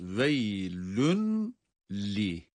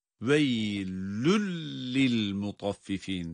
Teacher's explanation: Tenvin kendisinden sonra gelen bir lam ile bir arada idgamlı okunacak. · Shown in: second take · Veylün li değil, veylül lil mutaffifin, tenvin lama idgam edilecek.